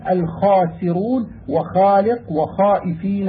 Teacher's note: الخاء تخرج من أول المخرج الثالث من مخارج الحلق مما يلي الفم، وهي حرف مهموس رخو ليس بحرف قوي، غير أنها من حروف الاستعلاء، فيجب على القارئ أن يلفظ بالخاء إذا كان بعدها ألف مفخمة مغلظة كما يلفظ بها إذا حكاها في الحروف، فقال حاء خاء فيقول الخاسرون وخالق وخائفين وشبهه بالتفخيم.